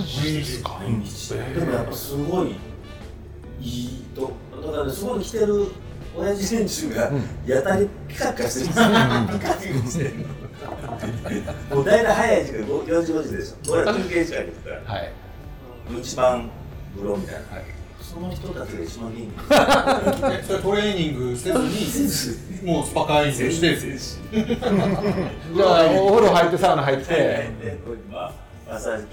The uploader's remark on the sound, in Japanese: 曙橋の 【神戸ごはん 田中屋】 にて収録です。